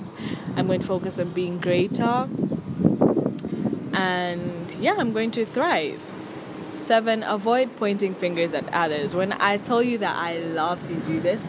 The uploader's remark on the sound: My sincere apologies for the noise and the wind wasn't on my side either lol.